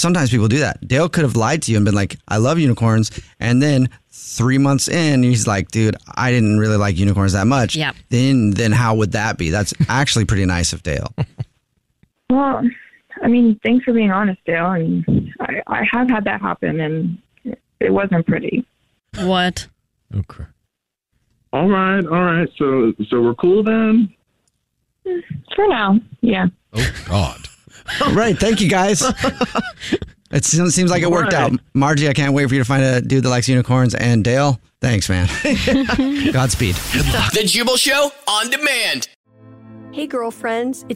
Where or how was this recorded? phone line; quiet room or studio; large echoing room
phone line